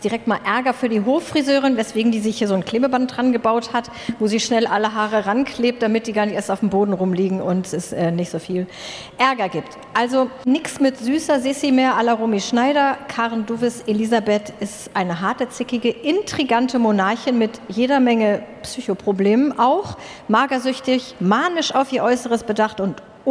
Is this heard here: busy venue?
yes